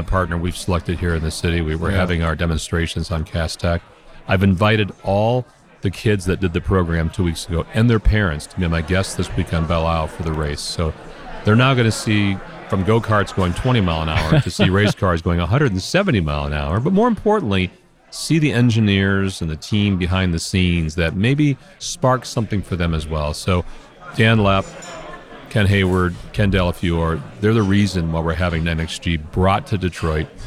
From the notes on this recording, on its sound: Inside the 2022 Mackinac Policy Conference. We’ll be bringing you conversations from the Mackinac Policy Conference.